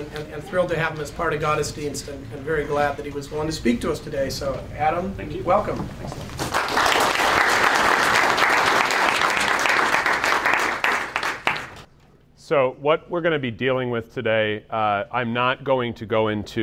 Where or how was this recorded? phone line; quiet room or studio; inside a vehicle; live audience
live audience